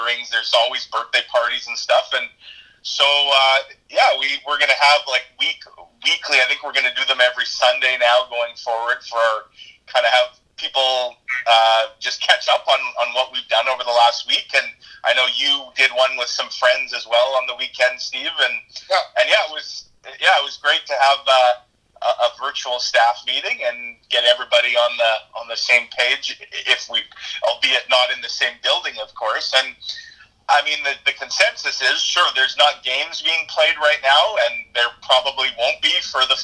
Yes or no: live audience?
no